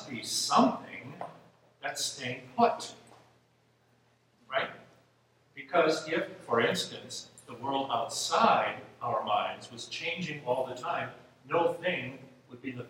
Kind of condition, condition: setting, live audience